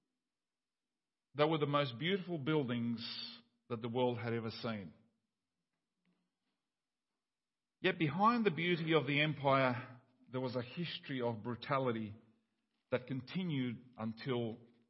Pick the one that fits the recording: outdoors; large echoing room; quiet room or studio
large echoing room